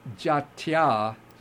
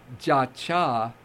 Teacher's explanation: So if we remove that I, in order to fit the meter, then we would get jatya. But in Pali, we don't have the TY combination. So this would turn into jacha.